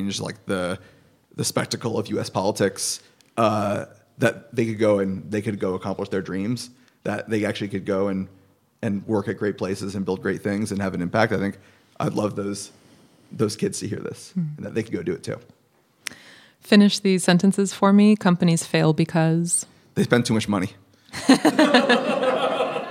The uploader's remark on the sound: This conversation was recorded live at Powerhouse’s headquarters in Oakland, California.